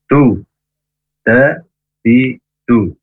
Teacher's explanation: huruf dal makhrajnya ujung lidah ke pangkal gigi atas ya, du da di du jangan du atau du ujung lidahnya ke ujung gigi atas ya, tapi ujung lidah ke pangkal gigi atas.